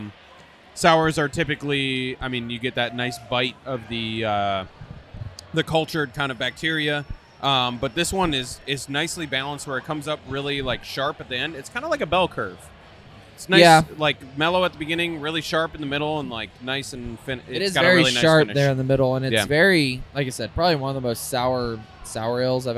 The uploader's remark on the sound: Head to Monday Night Brewing’s Tie One On 8 Year Anniversary party and record live at the event!